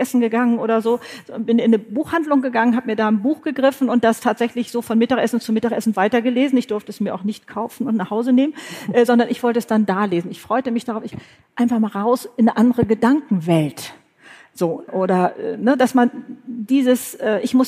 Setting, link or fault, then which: setting, live audience